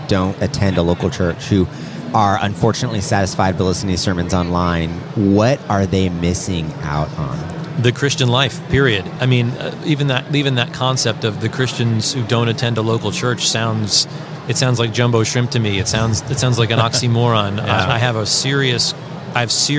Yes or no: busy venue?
yes